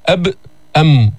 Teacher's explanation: الميم من الشفتين والباء من الشفتين، وتشاركها في الجهر. الميم حرف مجهور والباء أيضا حرف مجهور.